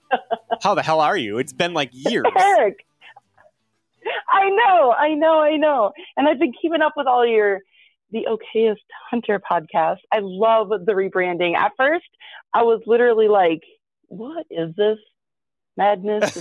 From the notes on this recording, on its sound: we take to the phone lines and hear from hunters across the nation